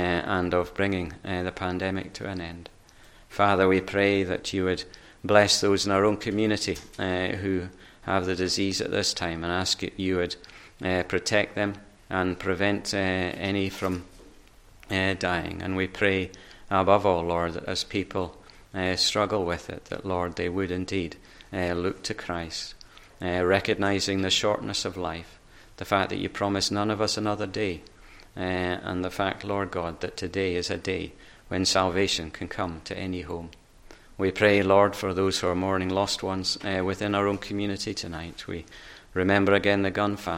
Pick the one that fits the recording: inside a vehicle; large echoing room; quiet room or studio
large echoing room